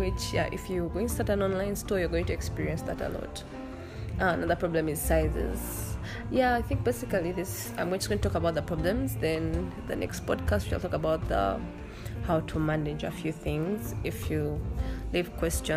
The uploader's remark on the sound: forgive me for the background noises my siblings don’t know how serious my podcast is